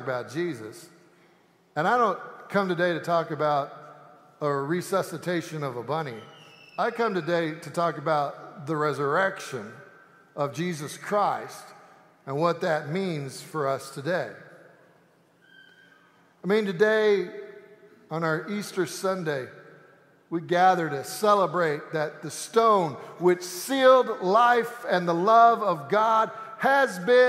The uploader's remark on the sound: Easter Sanctuary Service